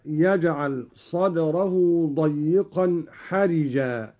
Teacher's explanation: قرأ قالون بكسر الراء هكذا: يجعل صدره ضيقا حرجا، بمعنى أن الحرج أبلغ وأشد ضيقا، هو أضيق الضيق.